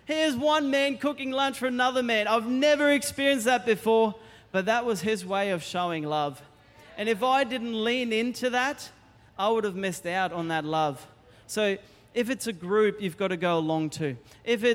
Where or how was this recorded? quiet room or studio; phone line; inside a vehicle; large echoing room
large echoing room